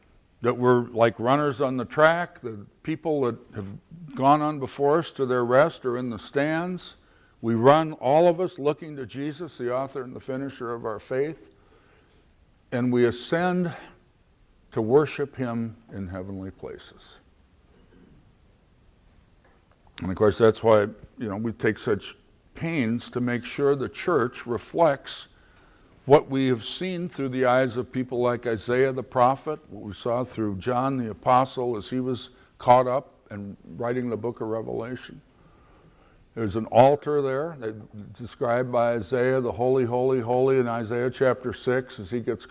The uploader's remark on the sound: at the 2009 Conference on Missions and Evangelism of the Antiochian Orthodox Christian Archdiocese of North America